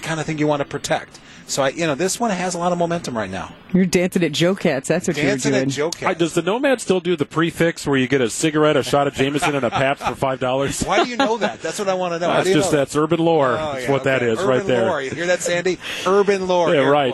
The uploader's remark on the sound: We broadcast live from the Pella Windows & Doors of Wisconsin Mobile Studios at Summerfest!